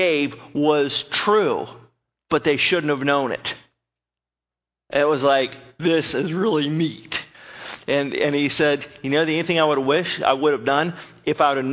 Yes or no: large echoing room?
yes